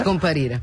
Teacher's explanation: una progressione di sillabe aperte che sembra svanire mentre la si pronuncia